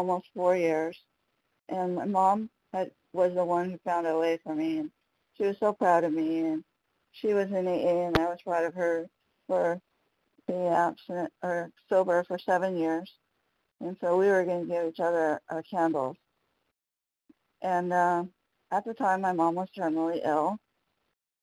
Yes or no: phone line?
yes